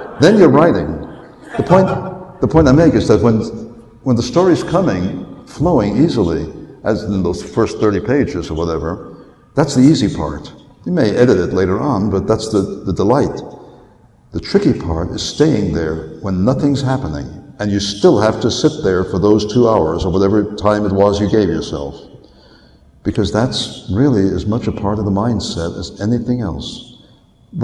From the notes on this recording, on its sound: Recorded live at Westercon 67.